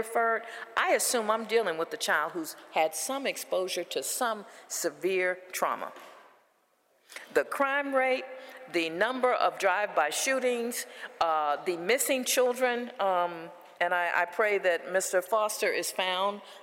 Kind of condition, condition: setting, live audience